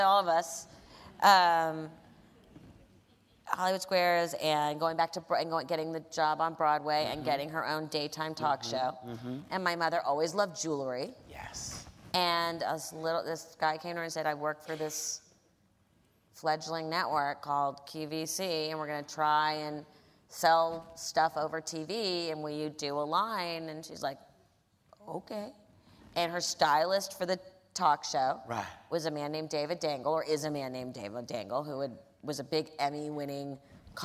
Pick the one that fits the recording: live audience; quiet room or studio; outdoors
live audience